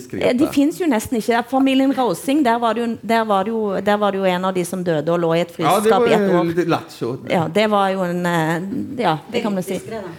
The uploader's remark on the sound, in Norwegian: Fra Holmen Bar, KÅKÅnomics 2019.